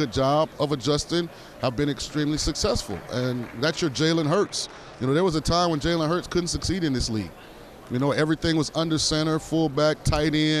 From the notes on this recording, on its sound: live from Super Bowl Radio Row